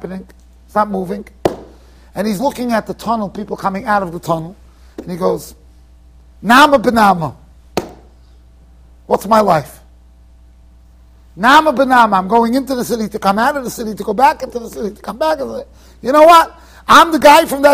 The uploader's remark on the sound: Shiur recorded in Yeshivas Ohr Reuven, Monsey NY.